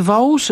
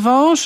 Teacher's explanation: powietrze przeszło jednocześnie, a właściwie prawie jednocześnie, przez kanał ustny i kanał nosowy · Shown in: second take · I wówczas ten ktoś się ratuje w ten sposób, że wymawia najpierw samogłoskę, a potem spółgłoskę nosową. · Term: samogłoski nosowe